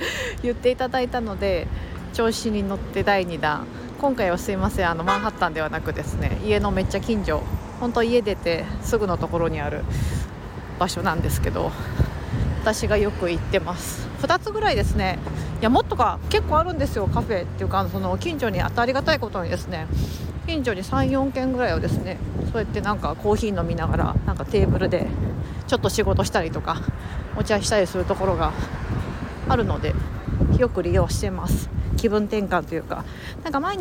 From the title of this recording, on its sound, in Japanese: 街歩き収録近所のカフェに仕事しに行く様子をお届け